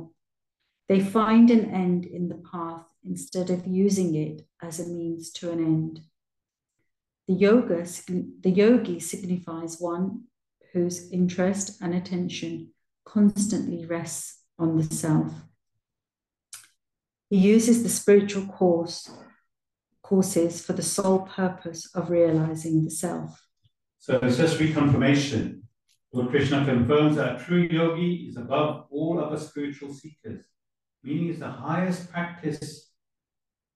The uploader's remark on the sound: Class given virtually on the 14th of January 2024. A live recording of a Bhagavad Gita class given virtually.